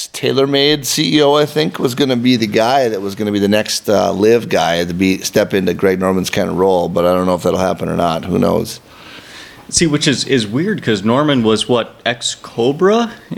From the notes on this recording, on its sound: The podcast crew recorded live this week from the Minnesota Golf Lab in Long Lake, which is the home of Go Low Golf.